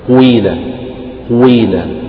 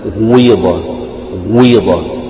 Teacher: يعني تضم الشفتين وتبدأ يعني نفس القاف يكون فيها جزء ضم وجزء كسر · Term: الإشمام